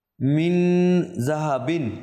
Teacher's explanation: আওয়াজটা একদম পুরোপুরি নিয়ে যাবেন নাকের ভেতর